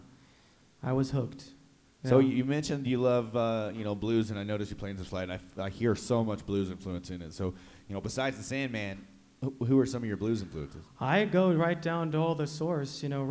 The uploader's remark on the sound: We went live at Western Sky Bar & Taproom in Englewood, CO and heard some poetry and some sick jams. TWO STRING BASS AND SAX!